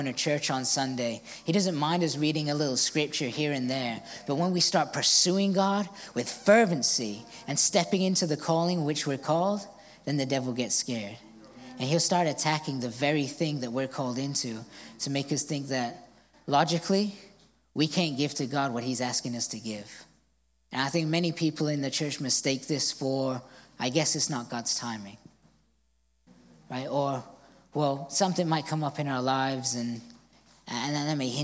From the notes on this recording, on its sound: recorded on Sunday, January 28th, 2024, during service at The Anchor Church in Rockport, Maine